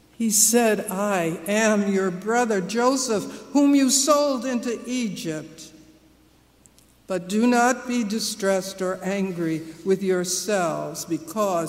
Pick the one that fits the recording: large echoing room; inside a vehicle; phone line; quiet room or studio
large echoing room